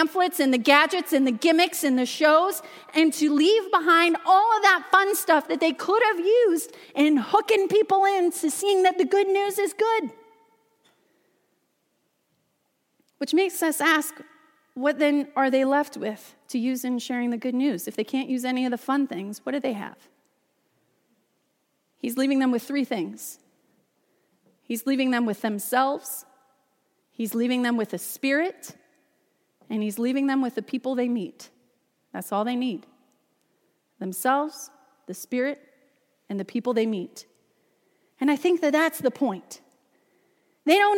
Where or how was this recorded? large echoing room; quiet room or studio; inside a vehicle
large echoing room